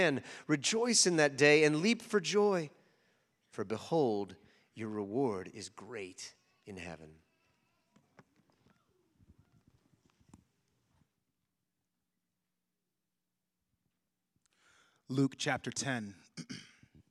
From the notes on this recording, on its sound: This sermon was preached at Covenant Fellowship Church on October 22, 2023.